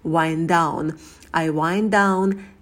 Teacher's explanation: И слово читается через «I», не «wind», а «wine», «wind down».